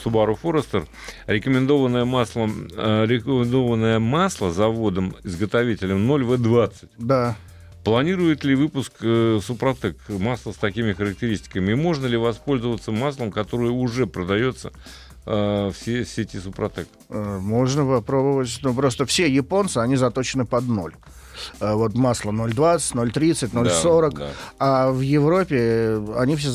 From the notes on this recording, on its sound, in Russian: с нами по телефону поделился